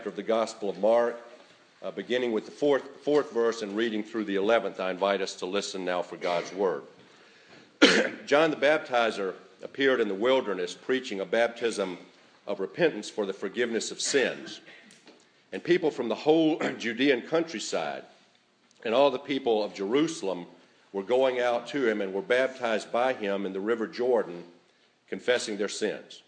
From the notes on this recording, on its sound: A recording of the morning service sermon on January 7,2018